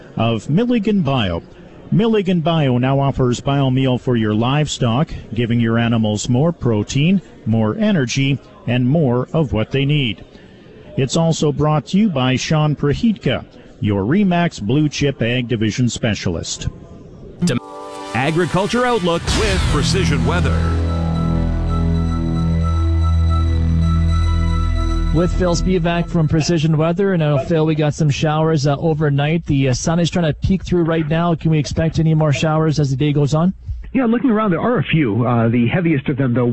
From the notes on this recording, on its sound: Live from Canada's Farm Show in Regina